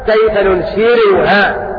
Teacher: وورش من طريق الأزرق يقرأ بترقيق الراء لأنها مضمومة بعد كسر